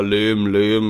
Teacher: dass Nuschler so ein bisschen die Endsilben verschlucken, aus Leben wird dann schnell Lehm